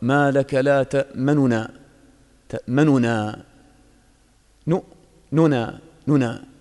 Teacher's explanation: الروم هو أن تسرع في النطق بالحركة، يعني ما يكون هناك إدغام، لكن النون المضمومة تسرع في النطق بها، ما تشبع الحركة، ما تشبع الضمة، ما تقول ما لك لا تأمننا، تأمننا، لا، بدل أن تقول نو تقول نو نو نو.